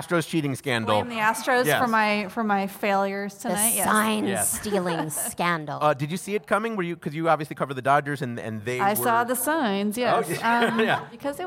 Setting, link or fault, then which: setting, busy venue